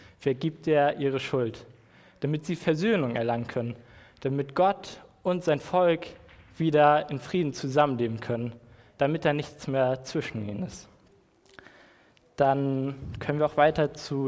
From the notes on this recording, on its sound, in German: Predigt im Rahmen des GreifBar+ Gottesdienstes.